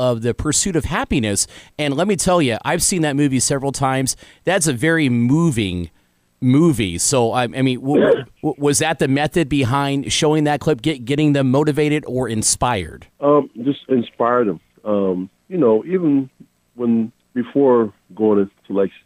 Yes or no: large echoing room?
no